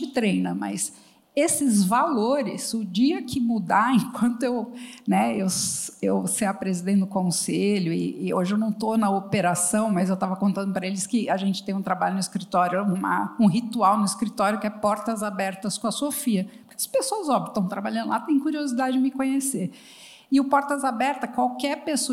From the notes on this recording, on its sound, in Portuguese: no palco do G4 Day